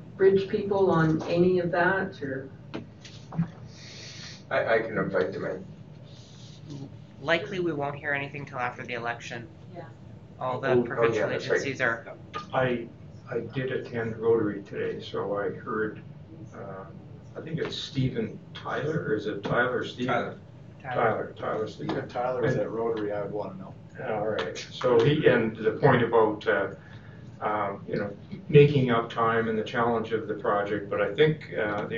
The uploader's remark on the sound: Audio recording of the April 8, 2019 Regular Meeting of Peace River's Town Council.